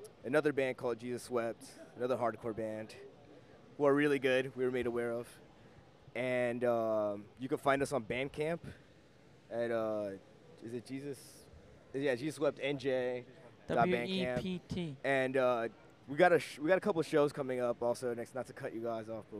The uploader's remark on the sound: we went to Clash Bar in Clifton, NJ